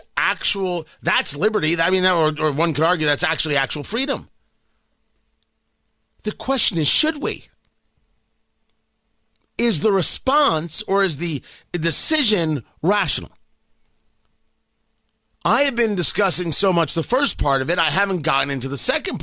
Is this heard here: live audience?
no